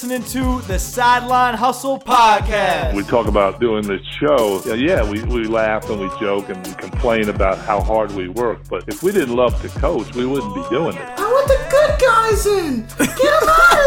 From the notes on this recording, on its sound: A group of my younger coaching buddies sit around a mic at the 2018 AFCA Coaches Convention in Charlotte, NC.